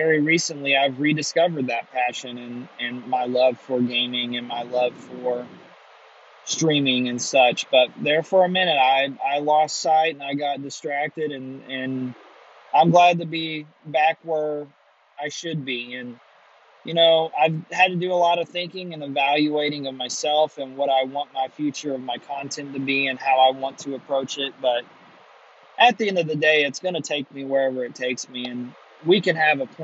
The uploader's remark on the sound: Coming to you live at 2am with my shitty AirPods. Driving home from a trip to visit my mother I decided to record my thoughts with my shitty AirPod mic.